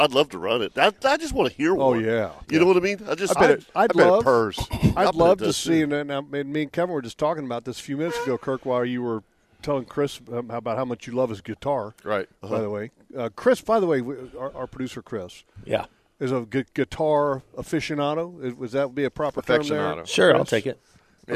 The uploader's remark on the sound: LIVE from the Jacksonville Boat Show!